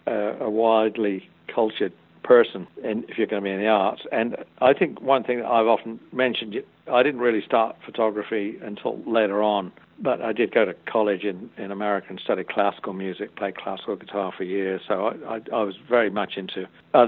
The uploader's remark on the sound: speaking with the guitar great by phone